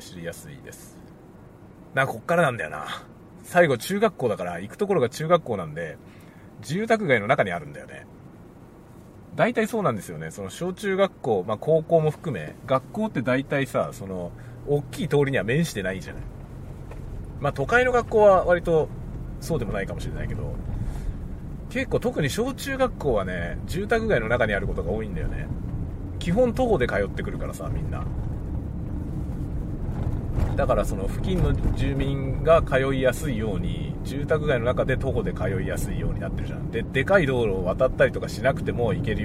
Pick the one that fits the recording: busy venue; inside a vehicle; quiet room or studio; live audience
inside a vehicle